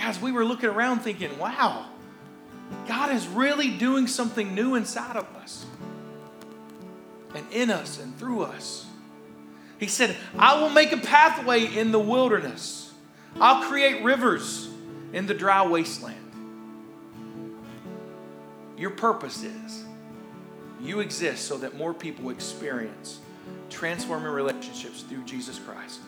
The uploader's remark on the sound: Here is a rebroadcast of our service.